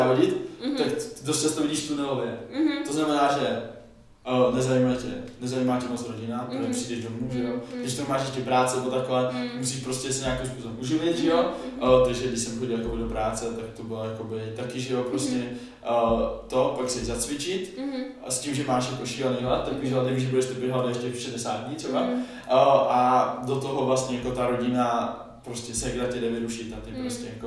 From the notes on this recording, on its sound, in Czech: Také se kapku chci omluvit za zvuk ještě jednou. Příště to vylepším a kvalita zvuku bude o kapku lepší, to mi věřte! Furt se jen s mikrofonem učím, tak na to myslete.